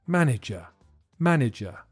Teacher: This one's much easier to pronounce, but listen to the middle syllable because it sounds like a weak I